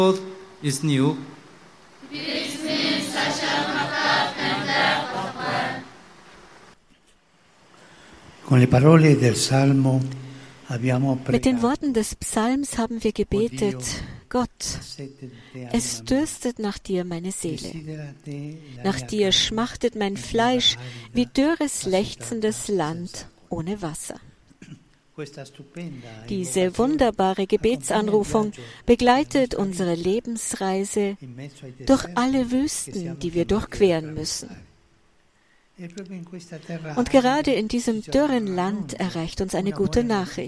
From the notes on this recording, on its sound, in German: Papstmesse in der Steppenarena. Bei der Heiligen Messe in der Steppenarena.